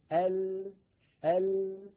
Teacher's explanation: فينحرف بعض الصوت عن يمين اللسان عن يمين الحافة وبعضه عن يسار الحافة ثم يتابع الهواء طريقه إلى الخارج. اليمين واليسار منطقة الضاد لا تلامس شيئا، فقط التلامس هنا أدنى الحافة إلى منتهاها، هذا هو مكان اللام. · Term: حرف اللام